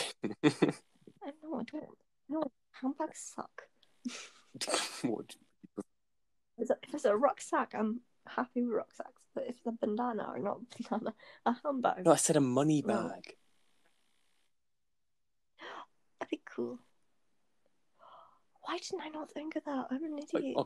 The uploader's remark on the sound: Sorry for any technical issues in this episode it’s taken a while to find an app to record during lockdown.